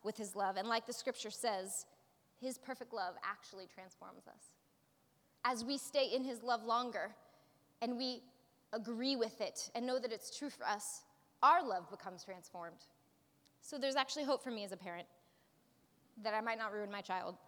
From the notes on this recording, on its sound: preached this message at our Movement Community on Sunday, April 22nd.